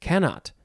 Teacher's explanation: You can emphasize the first syllable